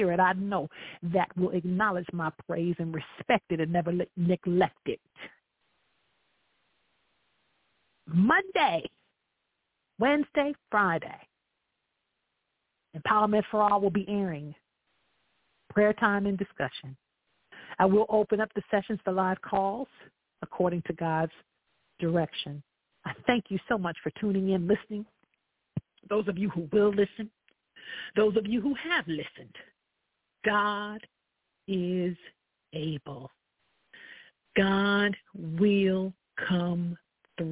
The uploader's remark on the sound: I welcome live callers to dial. Any Imprudent calls will instantly be disconnected.